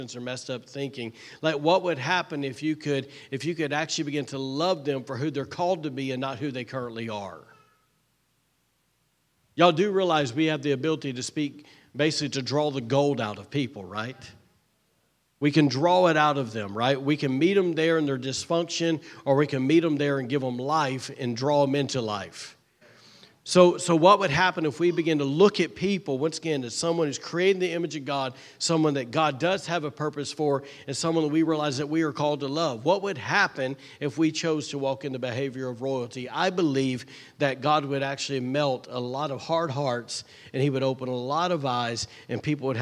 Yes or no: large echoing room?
yes